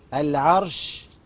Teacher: حاجة اسمها تفشي. تفشي يعني انتشار الايه؟ الريح داخل الفم